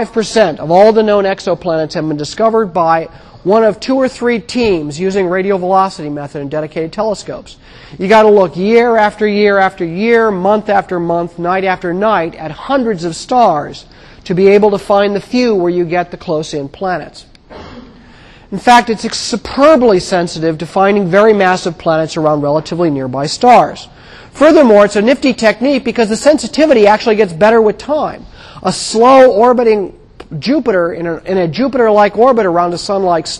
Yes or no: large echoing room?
yes